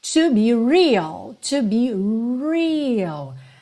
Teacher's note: Atenção que esse R tem que ser enrolado. É o R da porta com a perna esquerda.